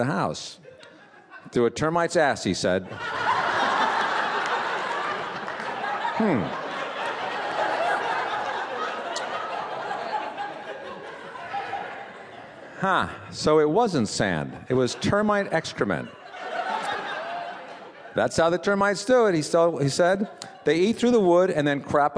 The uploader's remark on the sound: This piece was recorded at Un-Cabaret's reading series, Say the Word, featuring great comedy writers reading their own original first-person nonfiction at the Skirball Cultural Center in Los Angeles.